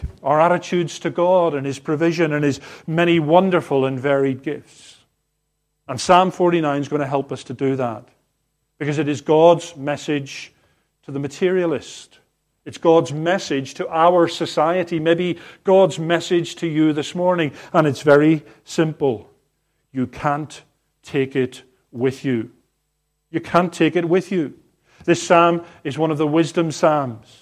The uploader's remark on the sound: Harvest 2022 service recorded on the morning of the 25/09/2022